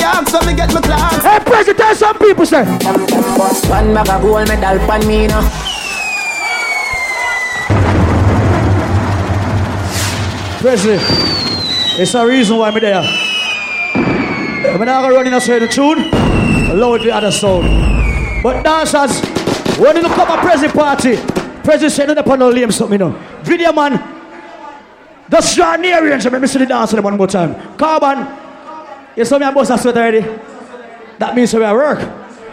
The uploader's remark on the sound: AT PREZZY XMAS APPRECIATION PARTY MARYLAND LIVE AUDIO